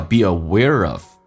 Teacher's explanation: 那个 R 跟 of 形成连音